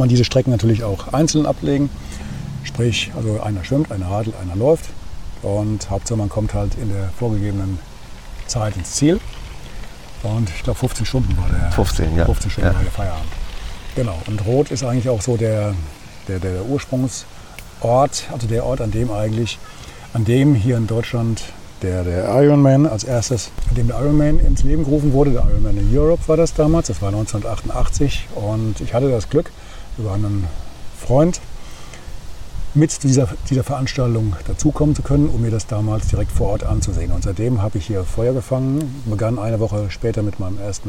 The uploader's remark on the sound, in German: Findet sich der Zuhörer mitten im bayerischen Frankenland wieder. Diese Episode ist der zweite Teil der Aufnahmen im fränkischen Roth. Diesmal am Hafen des Rhein-Main-Donau-Kanals in Roth – dort, wo sich bei der "Challenge Roth" (früher "Ironman Roth") Abertausende durchtrainierter Triathleten erst durch die Fluten des Kanals und zum Schluss über die Laufstrecke schleppen. Am eigentlichen Ort des Geschehens.